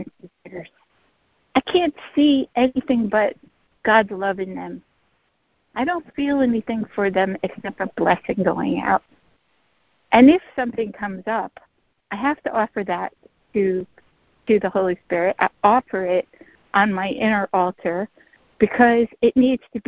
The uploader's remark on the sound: ACIM Daily Conference Call.